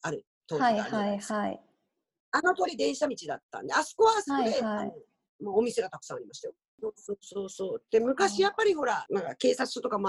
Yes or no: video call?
yes